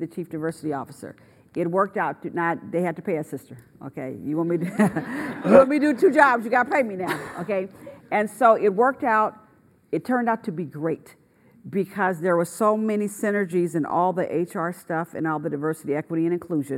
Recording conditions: live audience